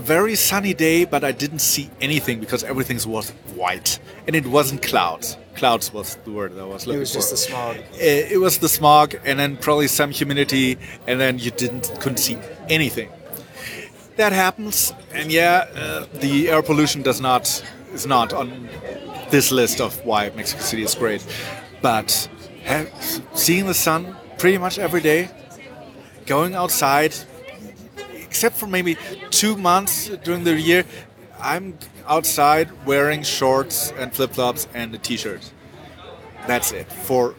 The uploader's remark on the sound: Recording in an actual taco restaurant! Inviting some of the Quentin locals and employees to tell us what makes CDMX extra special.